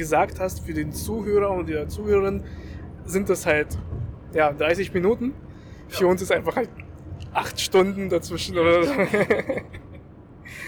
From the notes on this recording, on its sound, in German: Wir nehmen eine Umzugsfolge direkt vor Ort auf. Schlechte Audioqualität und viele Seufzer garantiert!